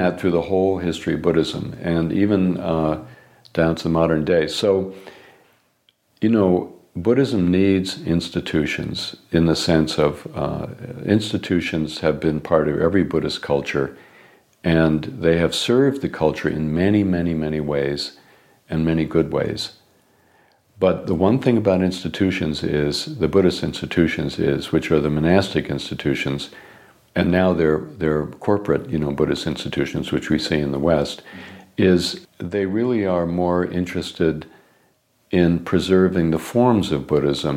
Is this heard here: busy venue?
no